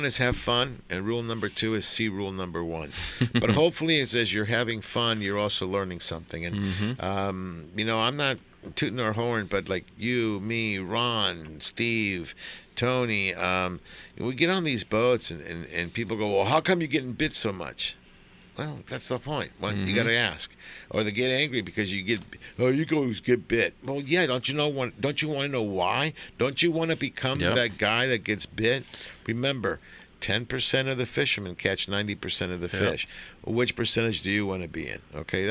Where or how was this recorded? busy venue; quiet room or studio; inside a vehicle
busy venue